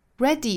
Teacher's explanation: Ready 这个词后面的这个字母 Y 呢是读紧音的，所以读起来不是 ready.